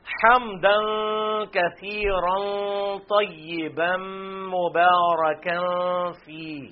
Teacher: طیبن میں یہ ادغام ہے، یہ بھی ایک یعنی الف کے برابر یہاں پہ غنہ ہوگا